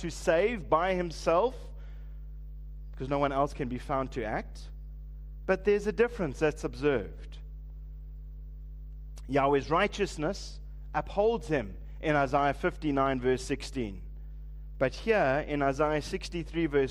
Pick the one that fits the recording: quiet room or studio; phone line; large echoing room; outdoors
large echoing room